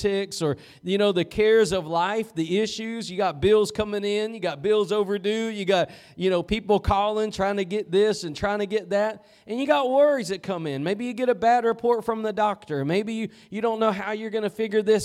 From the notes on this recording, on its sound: Preached at Gospel Lighthouse in Bossier City, La.